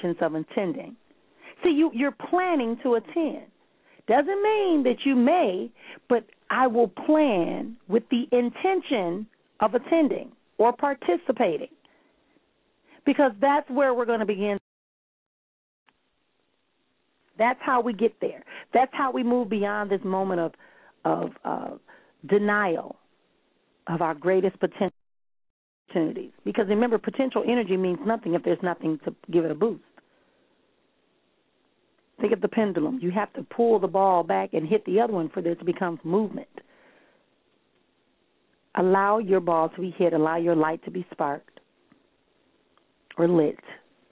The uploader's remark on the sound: callers may call in with questions